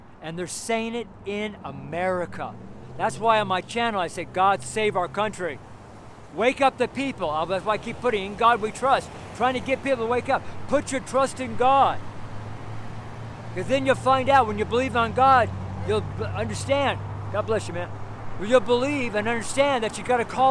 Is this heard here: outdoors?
yes